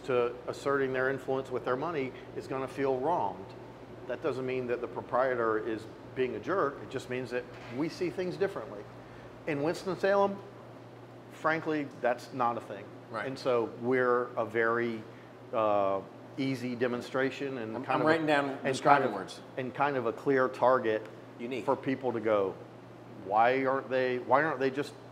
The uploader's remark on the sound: Filmed on location at his restaurant: Mission Pizza Napoletana. Located on 707 Trade St NW #1430 , Winston-Salem, NC.